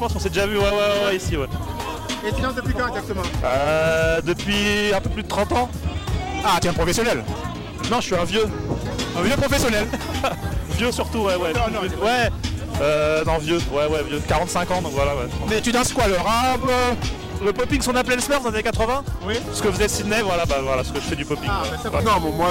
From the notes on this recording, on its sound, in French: Le live audio du micro trottoir. Revivez le micro trottoir de la soirée oldskool de la place des canailles sur Marseille.